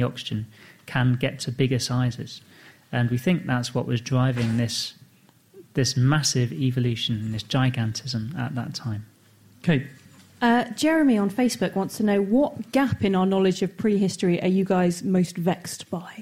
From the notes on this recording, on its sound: In front of a live audience at the Cambridge Science Centre.